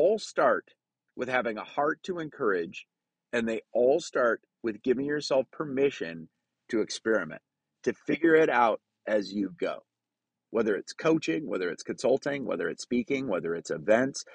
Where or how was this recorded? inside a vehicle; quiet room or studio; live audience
inside a vehicle